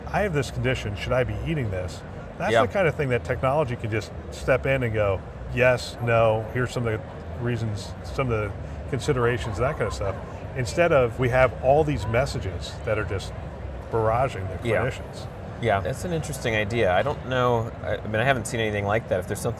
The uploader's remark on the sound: an Interview in Action live from ViVe 2023